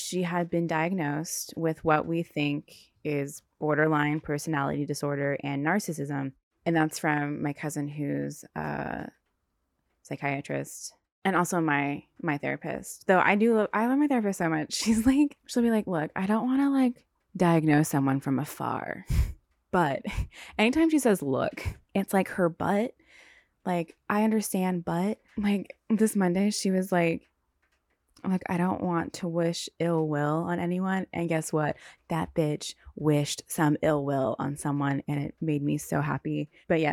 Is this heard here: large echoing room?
no